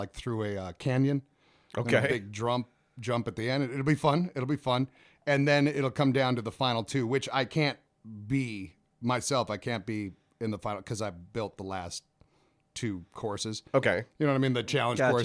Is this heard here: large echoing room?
no